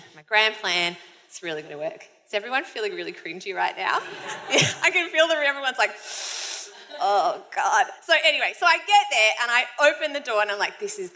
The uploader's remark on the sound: LIVE from Howler Bar in Brunswick.